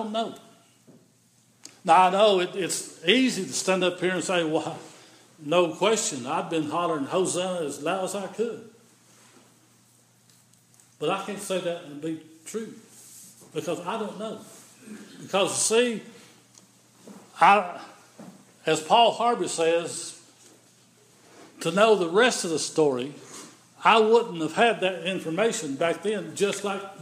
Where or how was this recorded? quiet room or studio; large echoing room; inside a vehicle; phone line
large echoing room